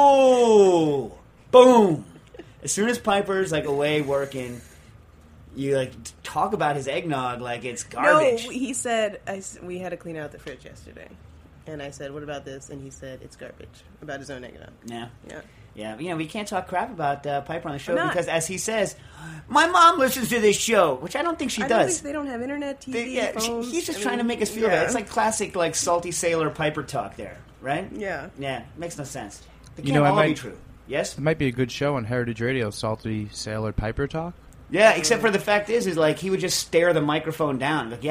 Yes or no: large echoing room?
no